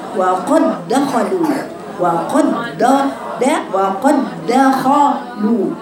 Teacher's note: ضغطوا على الدال اكتر، الدال مشدده بقت ادغام